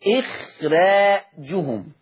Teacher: قرأ ورش بترقيق الراء في إخراجهم